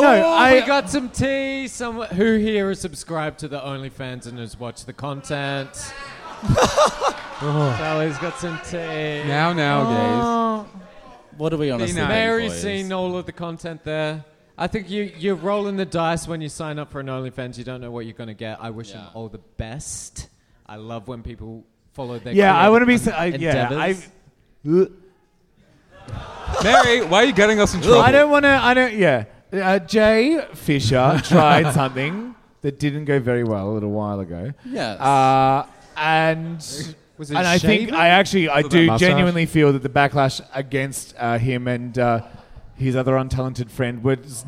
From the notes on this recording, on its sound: Live show audience questions! This week's After Show is our live show Q&A from our Melbourne and Sydney 2020 live shows.